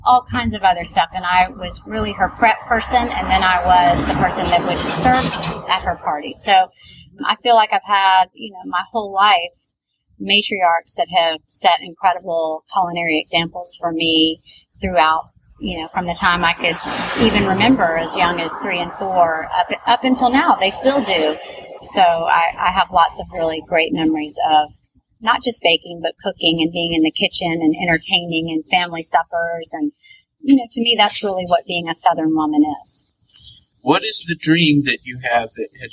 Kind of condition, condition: setting, outdoors